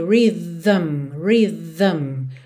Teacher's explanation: você tem o v, v aqui de linguinha lá nos dentes da frente, do TH com vocalização, v, v, e já vai direto pro M